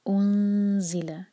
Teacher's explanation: نون پر جب پہنچیں گے تو اخفا کریں گے اور ہمارے ہوٹ گول نہ ہوں. یہاں پر دمہ کے بعد جب بھی ساکن آئے یا جب ہم اخفا کر رہے ہوں تو ہمارے ہوٹ گول نہیں رہنے چاہیے، ورنہ ساؤنڈ صحیح نہیں نکلے گا.